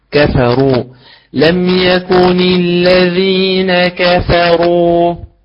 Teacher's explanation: الكاف والفاء تحتاج إلى ترقيق أكثر وأوضح، في حين أن حرف الراء طغى تفخيمه على الحرفين السابقين الكاف والفاء